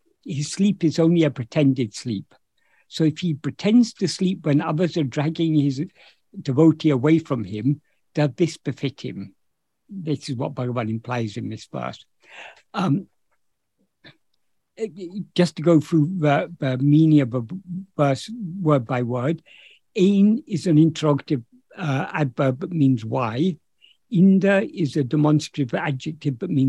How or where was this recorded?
video call